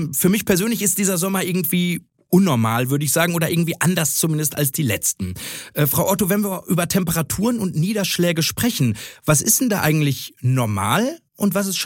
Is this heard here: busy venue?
no